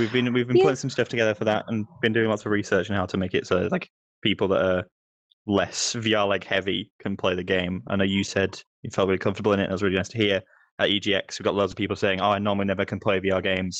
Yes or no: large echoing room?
no